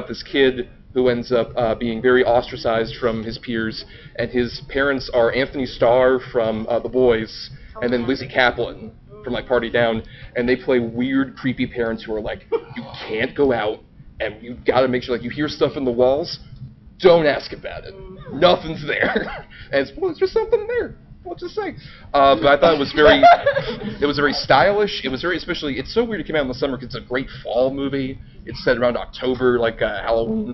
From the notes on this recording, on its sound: A bonus episode recorded this past Labor Day weekend at DragonCon. Participated in a panel about the horror films of 2023 so far.